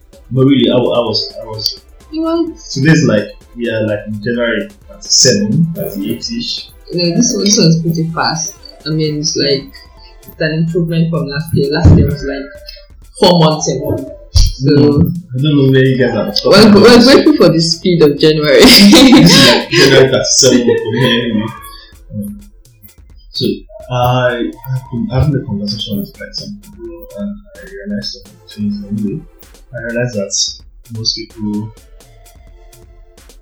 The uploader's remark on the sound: there was a bit of issue with the sound